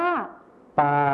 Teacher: ในภาษาถิ่นอีสานจะไม่ใช้คำควบกล้ำลอลิงนะคะ